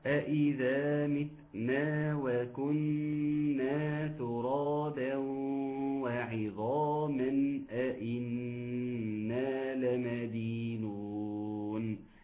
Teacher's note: وكنا النون فيها غنه تغني بمقدار حركتين